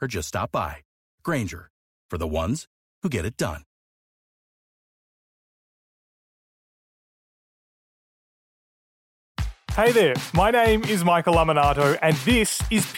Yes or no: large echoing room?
no